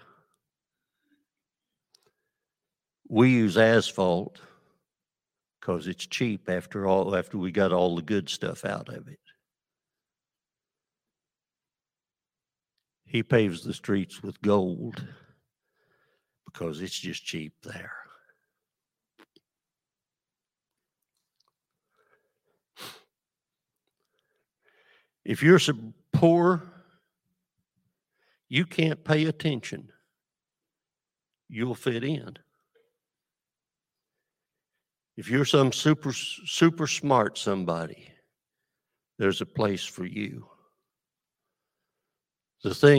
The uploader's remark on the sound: This sermon was recorded live on December 25th, 2022 at Newark United Pentecostal Church.